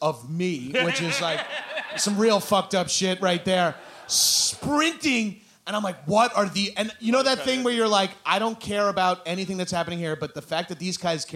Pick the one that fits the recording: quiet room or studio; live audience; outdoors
live audience